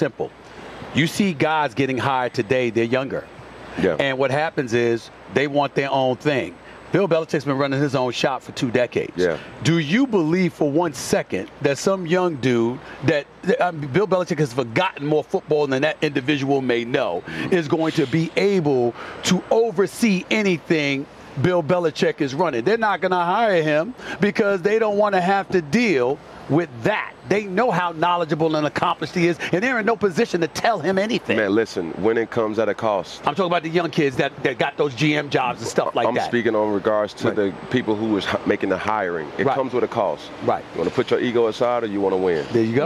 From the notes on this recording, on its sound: live from the Super Bowl in Las Vegas